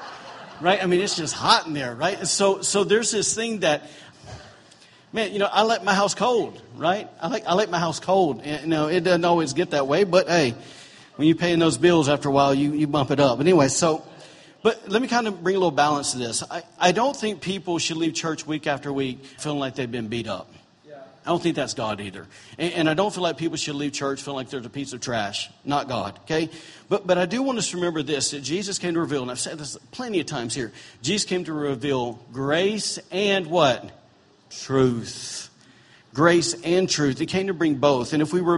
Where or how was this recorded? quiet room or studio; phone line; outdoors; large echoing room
large echoing room